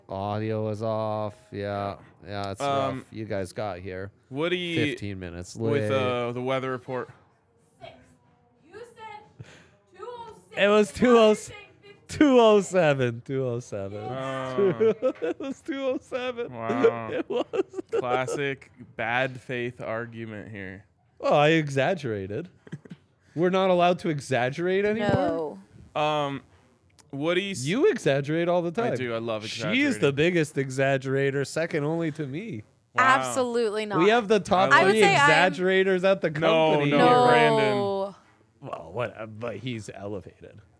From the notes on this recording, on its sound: LIVE from the DNVR Bar.